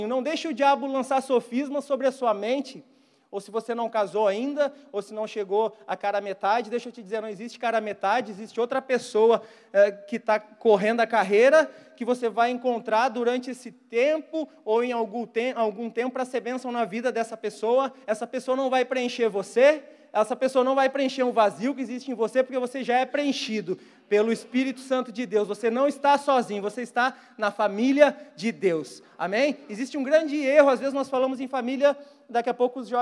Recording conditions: large echoing room